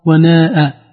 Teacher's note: بألف ممدودة بعد النون وبعدها همز مفتوحة